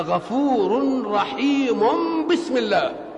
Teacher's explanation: لأن التنوين إذا جاء بعده باء يقلب التنوين ميما، فعمل الميم على رحيم قبل ما تيجي بسم الله الرحمن الرحيم، يبقى غفور رحيم بسم الله.